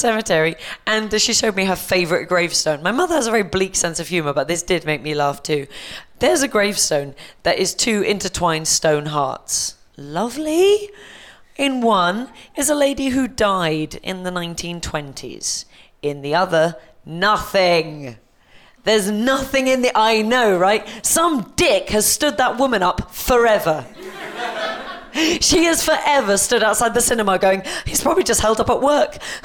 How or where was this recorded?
busy venue